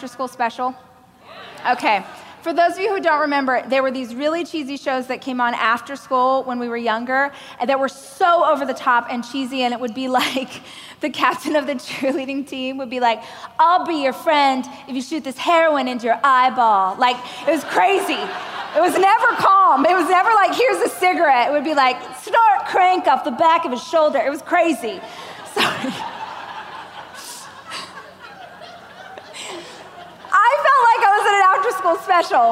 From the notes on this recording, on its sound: a keynote speech I gave during the Growth